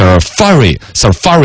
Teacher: Safari 应该是重音在第二个